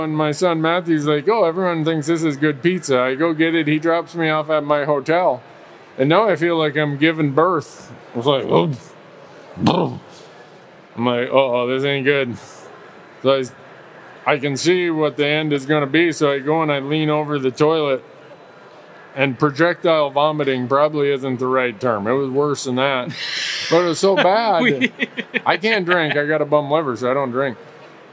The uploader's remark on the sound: recorded at the Pacific Northwest Sportsman Show